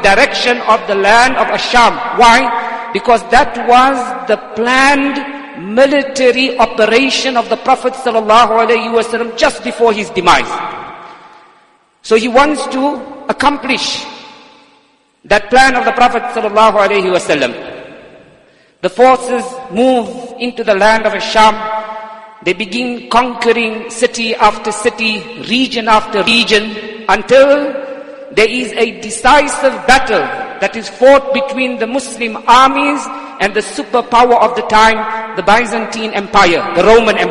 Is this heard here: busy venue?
no